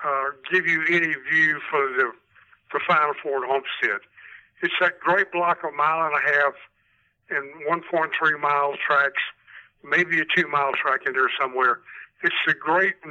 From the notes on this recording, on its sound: Joining the group by phone. Hops on a mic.